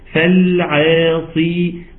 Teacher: الصاد مفخمة بس اخر درجات التفخيم لانها مكسورة